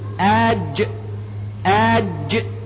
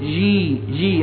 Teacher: فهناك فرق بين الجي باللغة الإنجليزية وبين حرف الجيم، فالجيم قريبة من مخرج الدال، أي قريبة، كأنك تريد أن تقول دالا فأخرجت جيما · Shown in: first take · هذا جيم. إذا أردت مخرج الجيم نطقت بها ساكنة بعد همز مفتوح، أج أج.